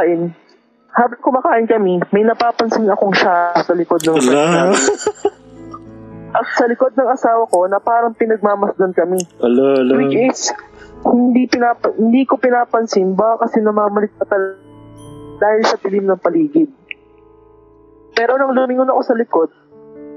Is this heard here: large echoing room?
no